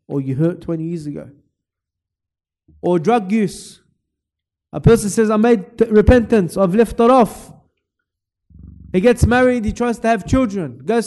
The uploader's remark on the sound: LIVE from Masjid Al-Azhar, Belmore.